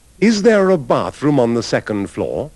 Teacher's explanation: Anche nel caso della forma interrogativa, quando there è seguita da vocale, la R viene pronunciata